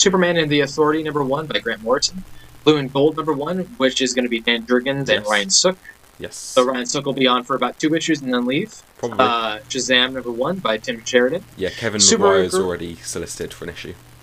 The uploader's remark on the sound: Once again the audio is ass, unfortunately.